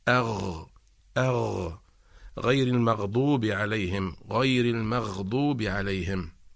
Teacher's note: عند النطق بحرف الغين فإن المخرج لا ينقفل وإنما يبقى مفتوحا